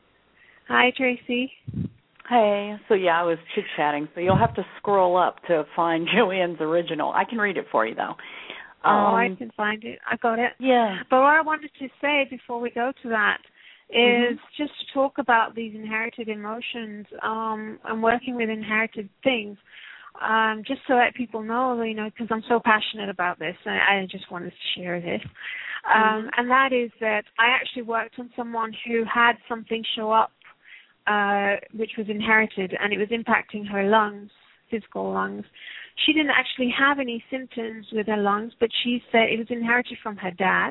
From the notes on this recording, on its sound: Takes your calls for healing live today!